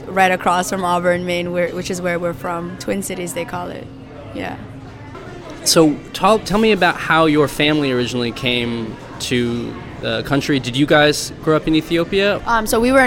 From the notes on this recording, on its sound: The interview was recorded at Forage Market in Lewiston, Maine